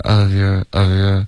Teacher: of your 要有儿化音别发成 of ye